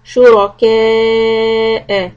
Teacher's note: keep the raw heavy and the hamza separate